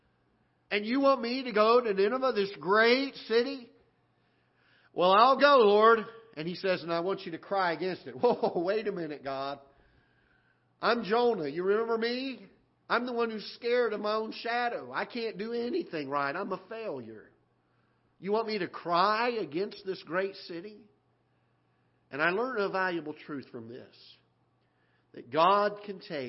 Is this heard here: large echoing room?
yes